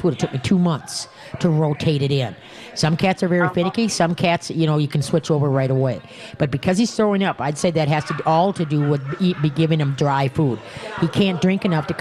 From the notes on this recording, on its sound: We are LIVE from the New Chuck and Don's